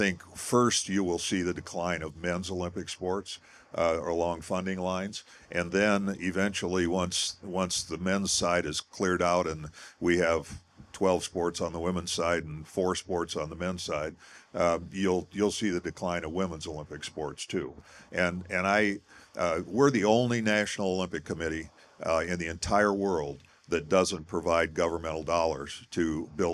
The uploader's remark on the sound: LIVE from Iowa Athletic Club. For a live podcast recording.